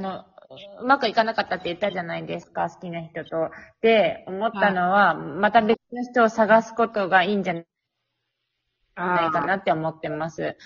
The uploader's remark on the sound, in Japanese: From Radiotalk。３人とも違う国にいるせいか音質が悪いです…（泣）。海外から配信。